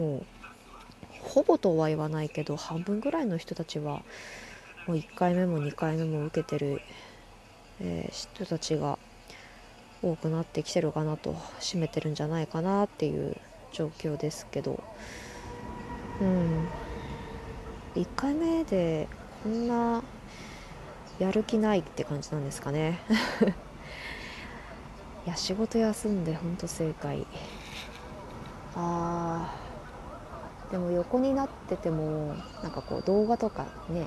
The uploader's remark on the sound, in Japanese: テレビの音声意外に入るなぁ